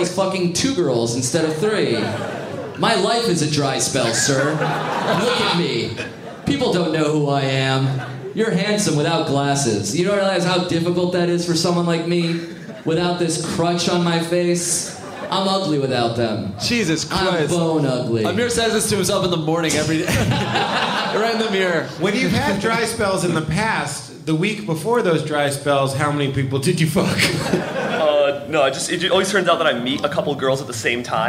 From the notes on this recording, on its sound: joins us at NYComicCon for our first LIVE podcast recording